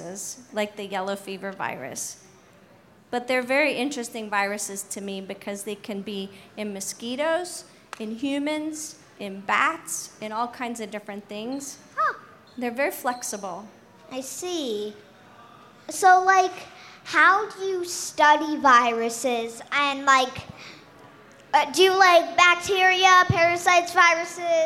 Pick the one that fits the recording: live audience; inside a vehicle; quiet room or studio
live audience